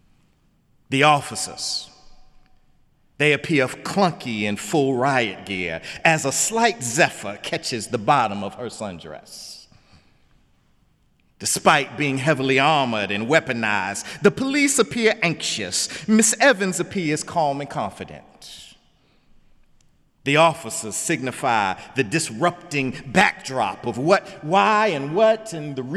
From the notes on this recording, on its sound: in the Memorial Church